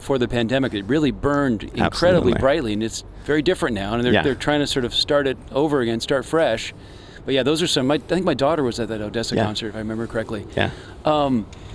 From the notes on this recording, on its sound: LIVE from Memorial Stadium. A special episode of CASCADE OF HISTORY was broadcast live on SPACE 101.1 FM from the Memorial Wall at the stadium.